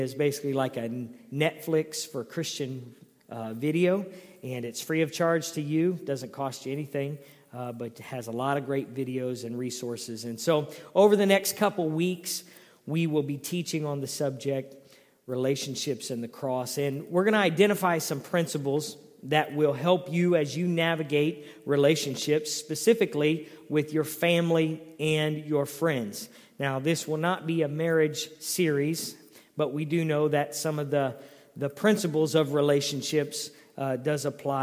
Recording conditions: large echoing room